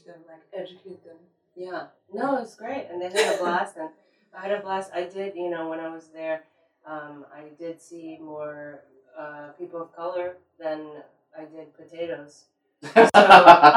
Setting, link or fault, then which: fault, poor sound quality